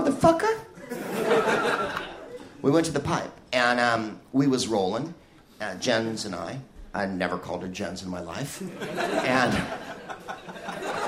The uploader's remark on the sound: Live from Toomler in Amsterdam